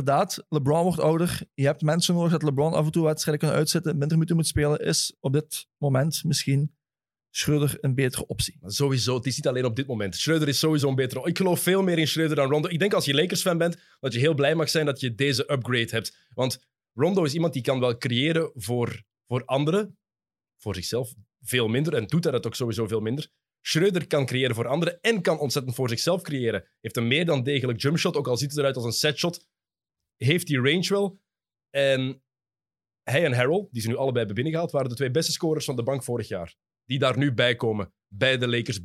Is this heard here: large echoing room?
no